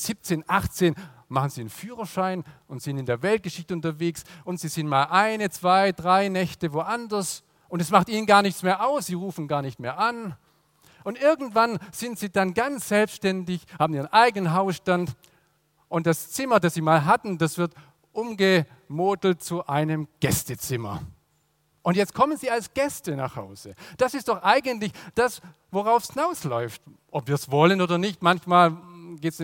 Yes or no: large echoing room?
yes